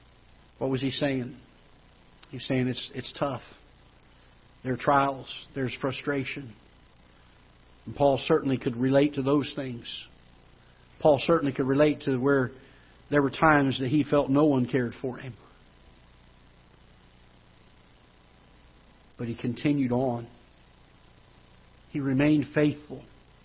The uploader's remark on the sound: Ketha Heights Baptist Church ~ Live Broadcast